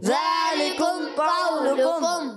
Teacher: اس چیز کا بھی خاص خیال رکھنا ہے، جو باریک حرف ہے باریک پڑھنا ہے، جو موٹا قاف ہے موٹا کرنا ہے. پہلے ایک کاف باریک ہے، پھر موٹا قاف آ گیا، پھر دوسرا کاف باریک ہے.